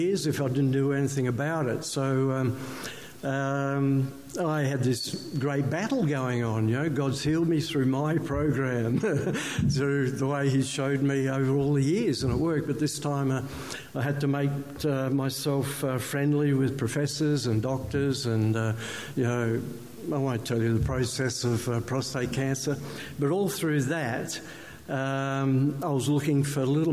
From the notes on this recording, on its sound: One of the highlighted testimonies from the ACT/NSW Revival Fellowship conference held in Newcastle June-2018.